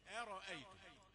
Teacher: همزة رقيقة را مفخمة همزة ثانية رقيقة · Term: التفخيم والترقيق